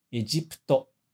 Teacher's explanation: esse PU no meio, a gente não vai pronunciar o U. A gente vai pronunciar só como se fosse o P.